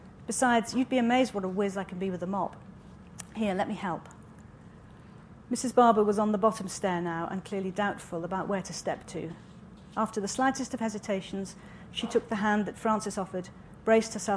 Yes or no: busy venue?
yes